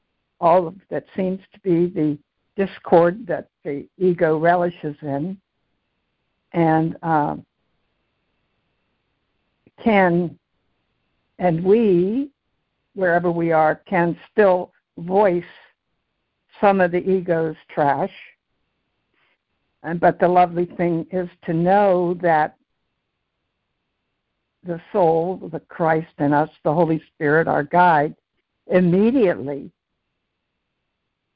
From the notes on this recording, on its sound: ACIM Daily Conference Call